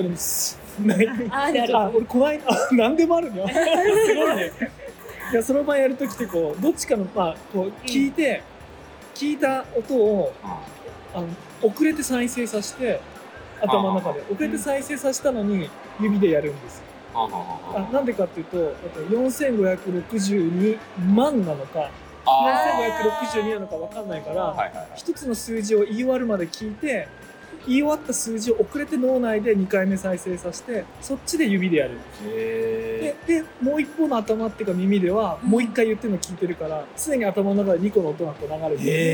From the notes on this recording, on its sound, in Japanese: スマホのマイクに向かって語りかけながらお届けする心象スケッチ。音質面でいつもよりご不便おかけしてしまうかも知れませんが、その点はご容赦ください。